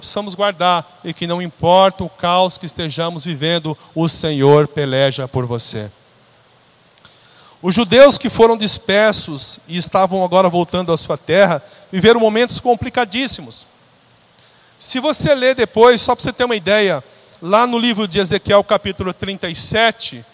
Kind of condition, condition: setting, large echoing room